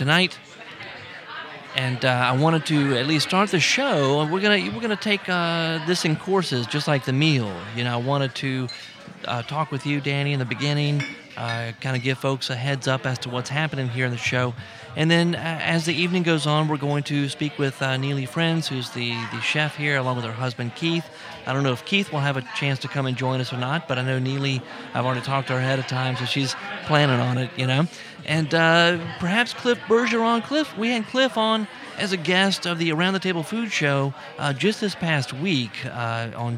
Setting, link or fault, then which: setting, busy venue